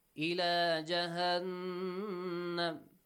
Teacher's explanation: نون مشدد nasal sound two counts